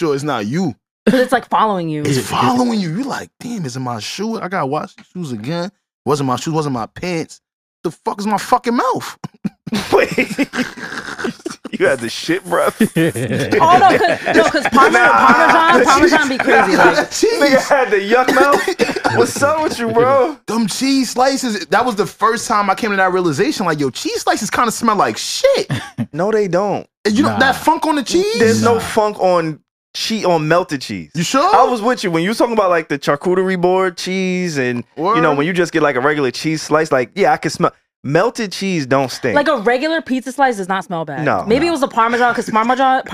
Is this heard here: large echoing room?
no